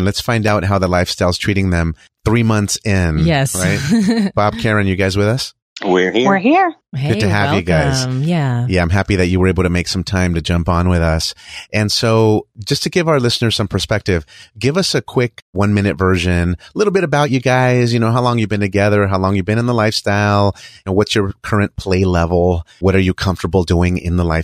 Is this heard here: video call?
no